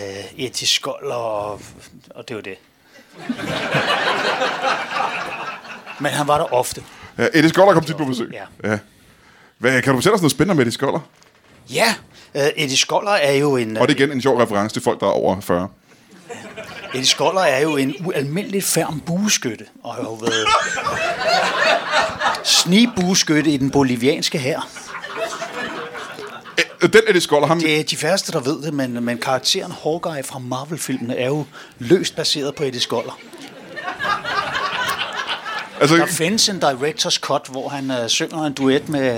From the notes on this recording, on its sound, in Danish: LIVE fra 27b i Kolding. Optaget live på fremragende 27B i Kolding.